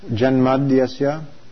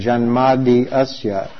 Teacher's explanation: when you have an I ending a word followed by an A, the I changes to a Y · Shown in: first take · And what that means is that you just pronounce it and the following word as though it were one word.